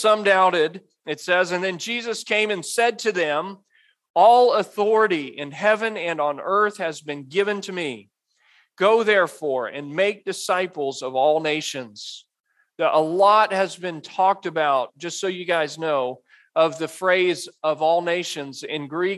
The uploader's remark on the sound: Message delivered at Immanuel Baptist Church in Springdale, AR on October 22, 2022